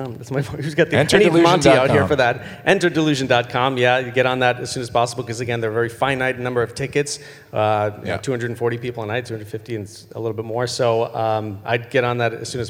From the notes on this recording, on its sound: Panel presentation recorded live during Midsummer Scream.